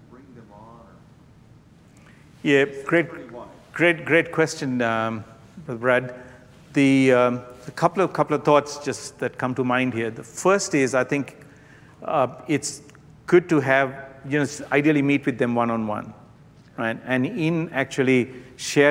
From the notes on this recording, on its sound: This session is from the Spiritual Leadership Conference in Lancaster, CA.